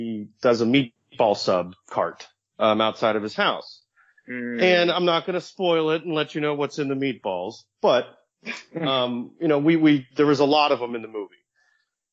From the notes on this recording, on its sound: Unfortunately there were some audio issues that we were able to work around.